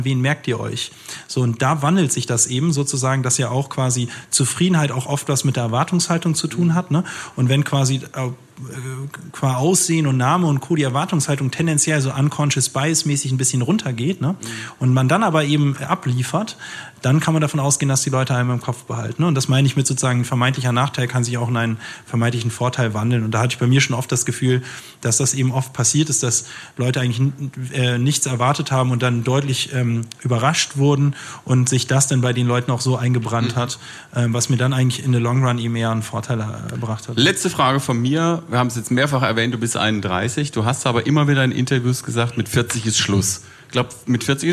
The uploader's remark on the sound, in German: im Rahmen einer Veranstaltung des Handelsblatt Wirtschaftsclubs aufgezeichnet